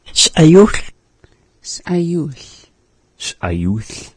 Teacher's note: the pause is coming before the vowel I in s'ayul. And so it also immediately happens after that S sound.